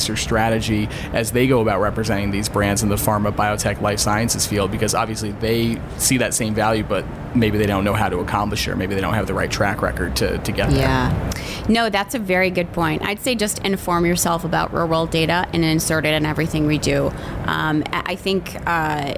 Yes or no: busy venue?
yes